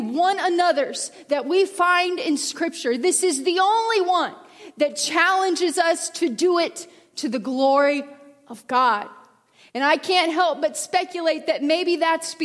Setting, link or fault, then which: setting, large echoing room